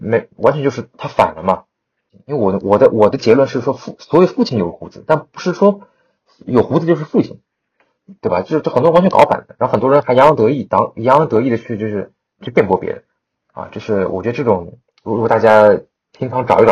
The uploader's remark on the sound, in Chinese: 本期因为主播感冒和设备因素，录音质量有所瑕疵，请大家见谅。